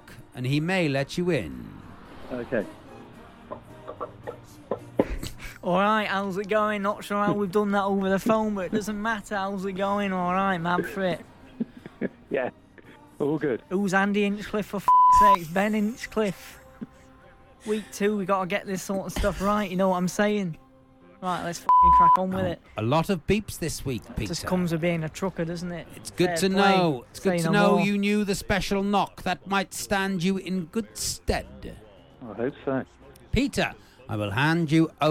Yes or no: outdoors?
yes